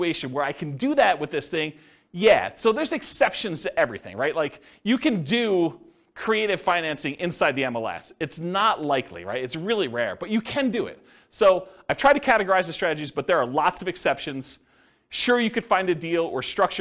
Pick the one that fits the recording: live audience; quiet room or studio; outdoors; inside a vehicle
live audience